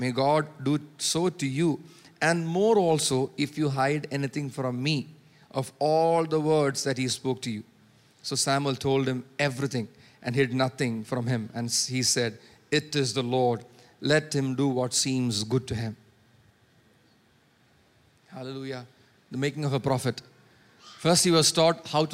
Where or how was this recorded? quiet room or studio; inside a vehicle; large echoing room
large echoing room